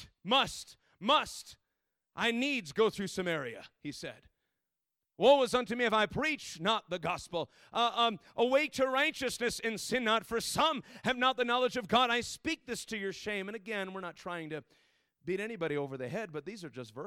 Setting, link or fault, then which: setting, large echoing room